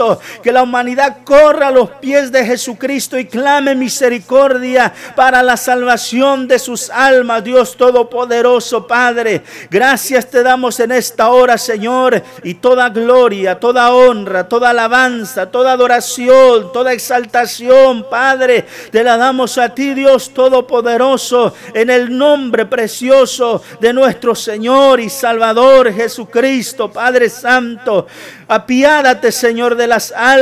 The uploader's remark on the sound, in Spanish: TRASMISION EN VIVO DE LA IGLESIA CRISTIANA MARANATHA